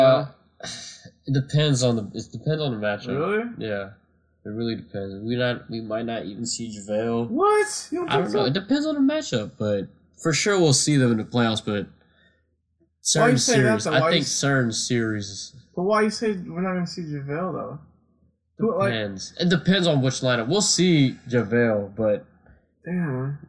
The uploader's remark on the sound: some technical difficulties were on this episode